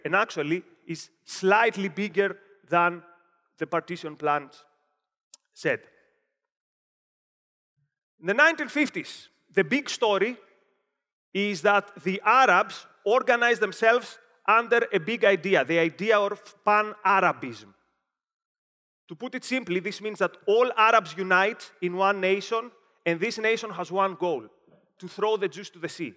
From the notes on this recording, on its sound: Delivered at OCON 2023 in Miami, Florida.